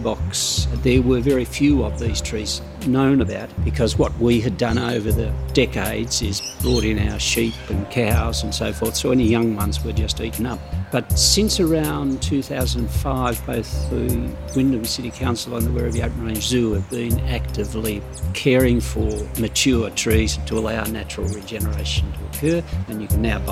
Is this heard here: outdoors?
yes